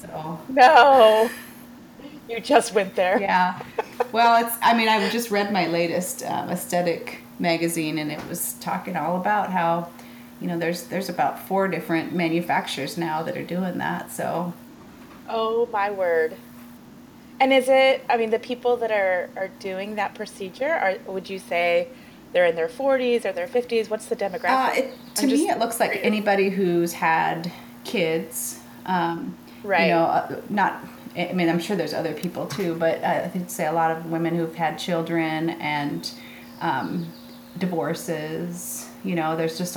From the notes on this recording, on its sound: She sits in her Olympia home with birds chirping happily outside